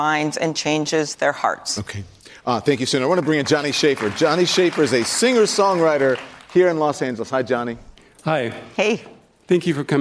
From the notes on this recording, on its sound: A live town hall. At The Novo in Los Angeles.